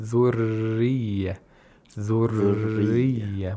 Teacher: We have the tapping sound followed by the dragging.